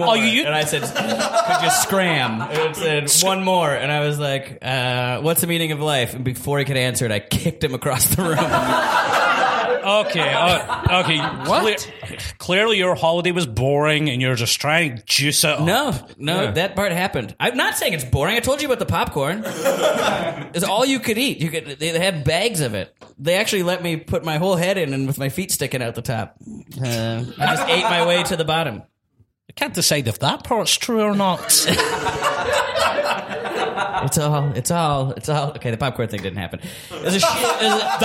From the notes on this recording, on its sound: Live from Bristol. Live on stage from the basement of Cafe Kino!